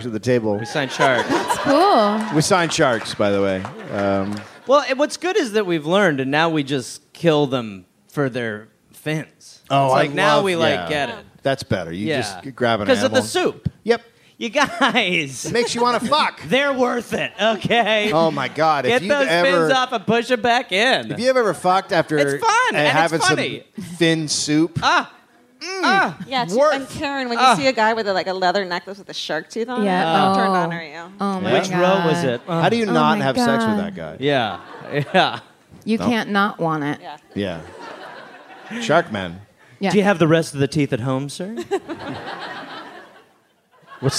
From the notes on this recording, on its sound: Live from the Los Angeles Podcast Festival